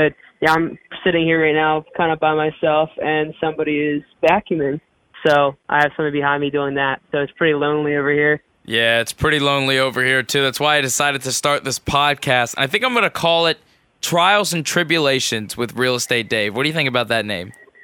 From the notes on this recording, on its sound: hopped on the phone with me.